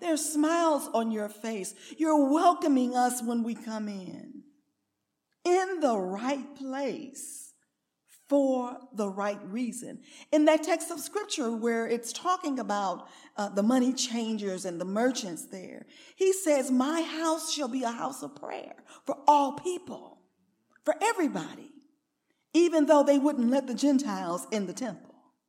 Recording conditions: large echoing room